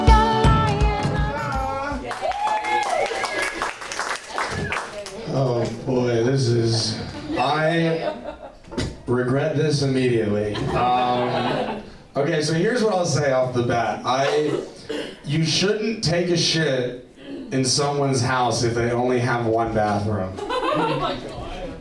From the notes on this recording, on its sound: These stories were recorded at Ladylike Presents: MANLIKE as part of the Lincoln Lodge’s Future of Comedy Festival last weekend.